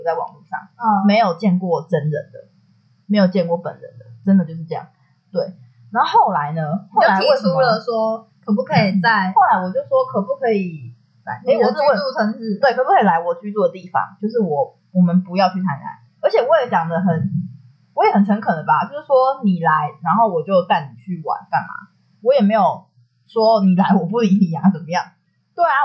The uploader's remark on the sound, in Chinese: 本集音質較為不佳 還請見諒